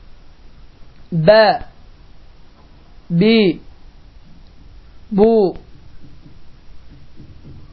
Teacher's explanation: Ərəb dilində olan ikinci hərif bə hərfidir və bə hərfinin məxrəci alt və üst dodaqları şiddətli şəkildə bir-birinə vurmaqla bə hərfi çıxır. Və bu hərf zamanı dediyim kimi dodaqlar bir-birinə toqquşur.